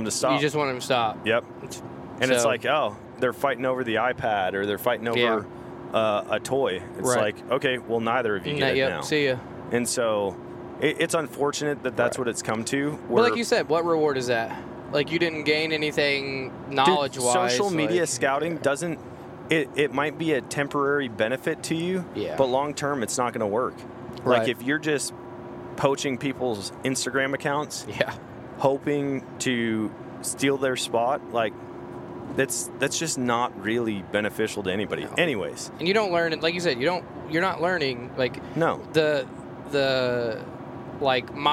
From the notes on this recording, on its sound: record a podcast while they are on the road to elk camp